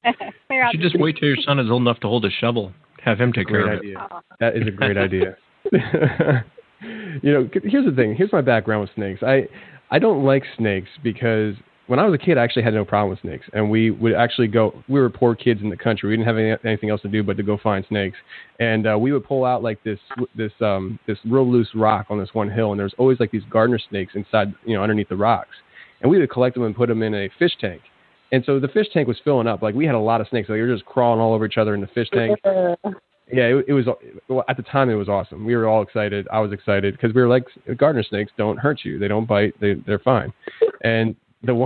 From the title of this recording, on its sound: Call In Show